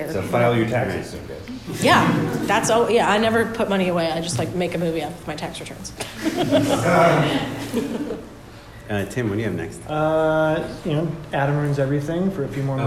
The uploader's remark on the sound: Our winter Live Show has finally arrived!